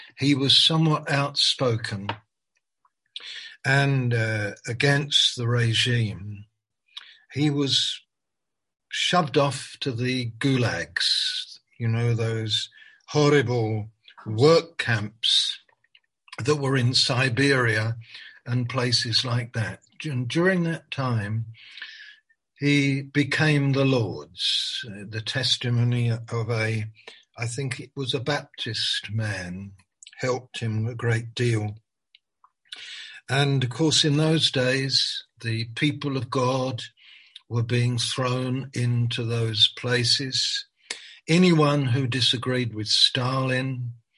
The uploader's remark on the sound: Malaysia Meets (Zoom)